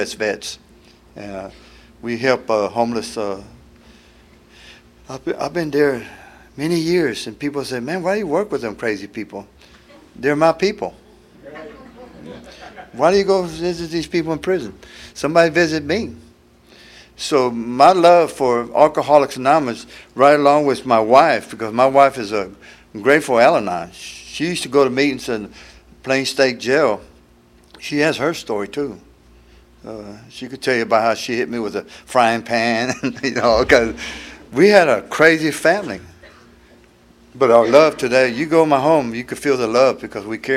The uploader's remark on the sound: tells his story at the 34th Freedom From Bondage Conference in Aberdeen NC in 2023